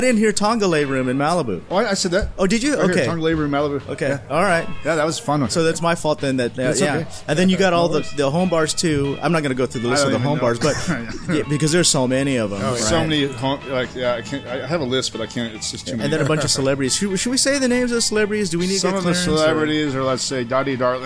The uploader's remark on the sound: On this episode we come to you live from The Bamboo Club in Long Beach, California.